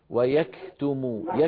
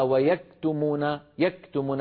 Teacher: انتبه لما تقول ويكتمون، الكاف فيها صفتان، صفة الشدة وهي انحباس الصوت، وصفة الهمس، والهمس يأتي بعد الشدة · Shown in: first take · هكذا. ويكتم لابد من شدة فهمس.